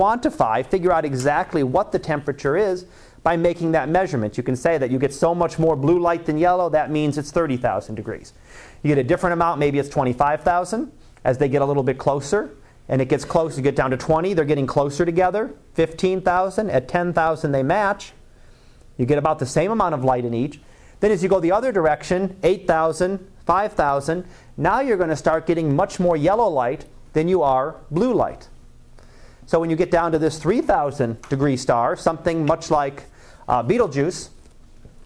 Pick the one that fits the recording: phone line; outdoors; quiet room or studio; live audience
live audience